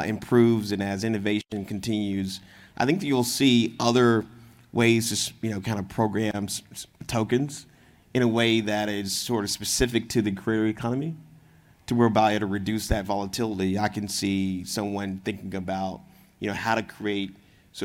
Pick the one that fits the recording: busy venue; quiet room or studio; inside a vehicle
busy venue